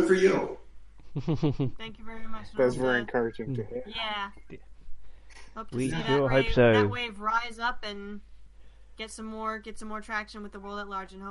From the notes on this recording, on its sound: Please note: Our recording this time was plagued by technical glitches. Sadly, the audio quality isn't perfect.